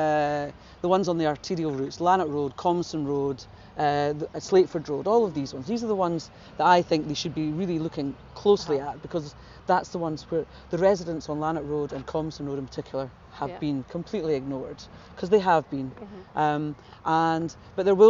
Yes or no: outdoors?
yes